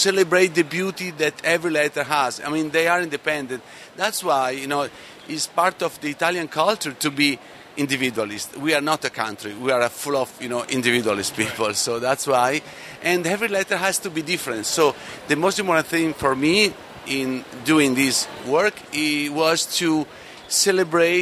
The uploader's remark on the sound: Play some interviews from the convention floor.